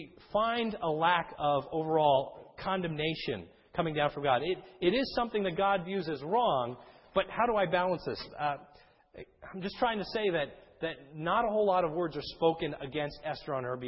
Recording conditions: large echoing room